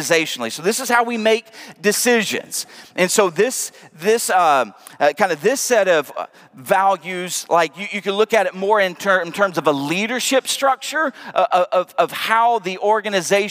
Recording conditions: large echoing room